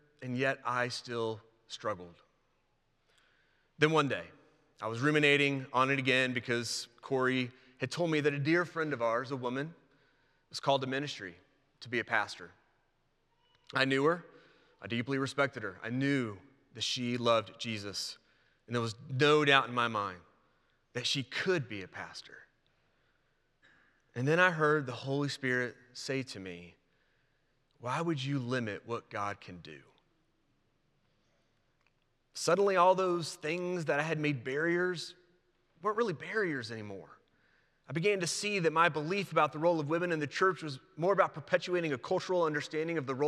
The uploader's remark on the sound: presented by Asbury Seminary Kentucky Chapel, recorded on Wednesday, January 10, 2024 at Asbury Theological Seminary's Kentucky campus